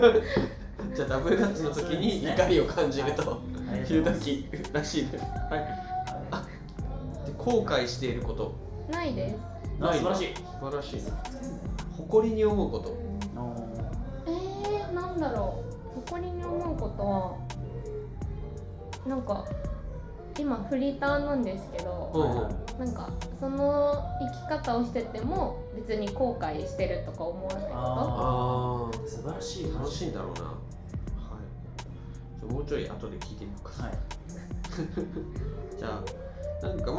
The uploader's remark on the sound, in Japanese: 今回カラオケで録音したので歌声が漏れてきた隣の部屋の歌声が聞こえますが、気にしないでくださいね。